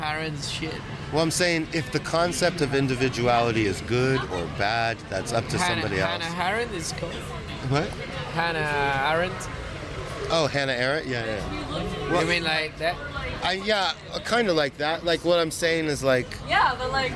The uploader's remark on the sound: recorded live between midnight and 2am on the streets of the Lower East Side at 117 Ludlow St in front of the Alyssa Davis Gallery afterparty